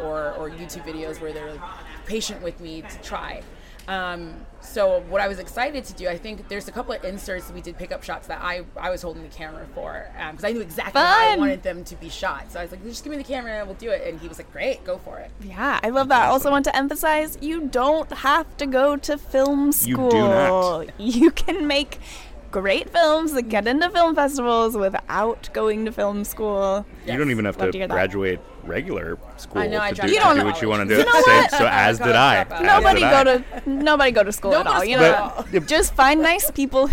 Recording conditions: busy venue